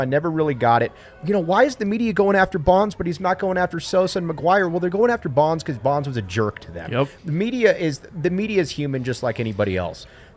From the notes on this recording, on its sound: The fellas from the PHNX Wildcats crew are LIVE in studio for our first CAMPUS CROSSOVER. LIVE from the DNVR Bar.